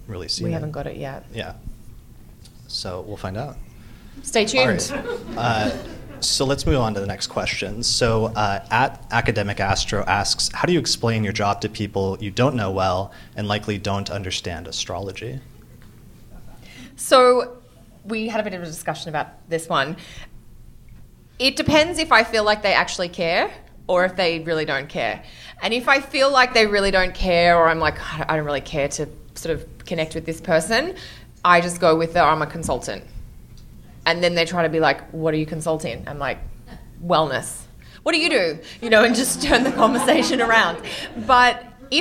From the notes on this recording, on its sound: In front of a live audience at the 35th annual Northwest Astrological Conference in Seattle, Washington. The Q&A session was recorded in front of a live audience of listeners.